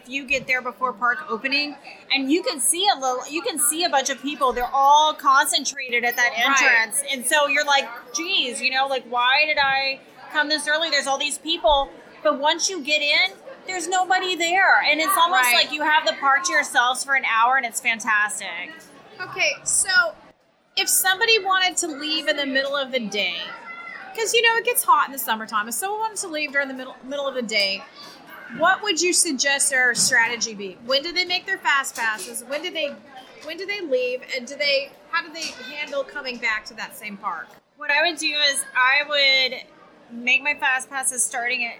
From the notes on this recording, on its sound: We are reporting live from Columbia Harbor House.